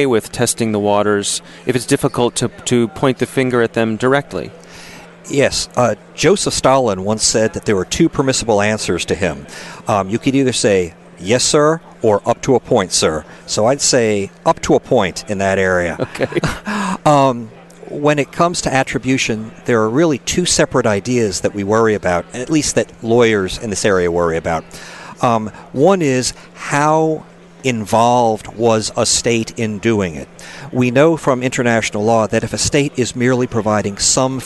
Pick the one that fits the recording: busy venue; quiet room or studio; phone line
busy venue